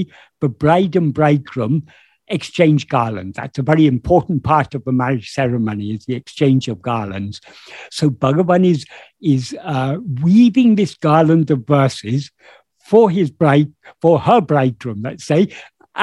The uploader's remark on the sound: In a Zoom meeting of the Ramana Maharshi Foundation UK